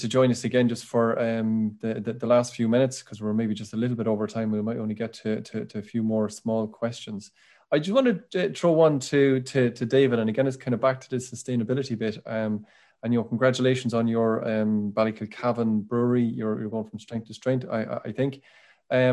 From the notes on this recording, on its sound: Revisits the questions and answers from the Malting Barley Webinar. Answered questions that were asked by attendee farmers during the webinar.